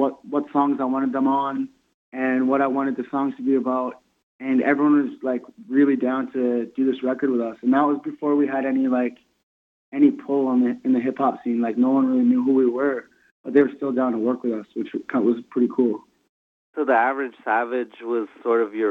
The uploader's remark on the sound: does a phone interview